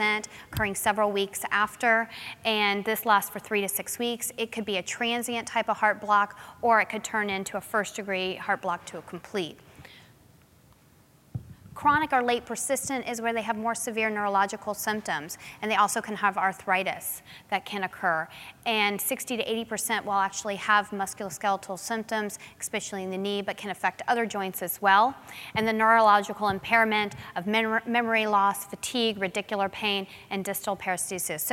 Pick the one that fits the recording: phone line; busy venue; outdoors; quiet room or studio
busy venue